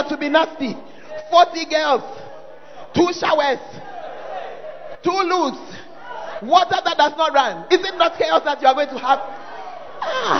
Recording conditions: large echoing room